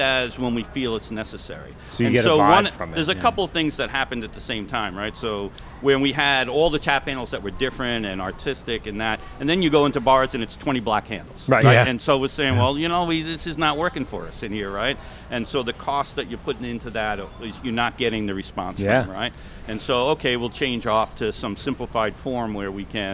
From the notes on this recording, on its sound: Travel to Blue Point to do a live show at the Brew Pub!